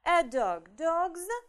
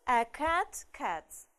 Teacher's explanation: после звонкой – звонко, «з», после глухой – глухо – «с»